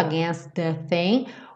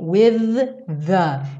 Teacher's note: Eu tenho dois TH seguidos, então eu junto eles.